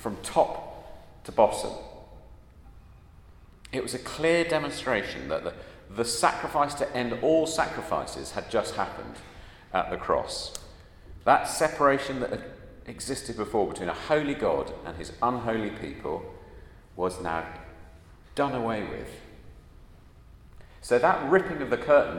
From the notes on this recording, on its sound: At a Christians in Parliament Chapel Service which was held in the Chapel of St Mary Undercroft on Tuesday 28th March 2023.